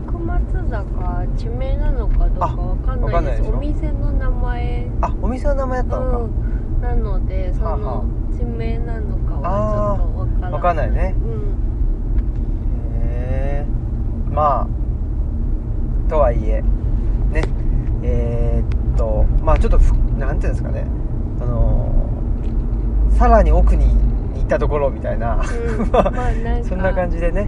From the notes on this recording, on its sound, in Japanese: 最近のお気に入り、奥伊勢でのドライブ中に収録。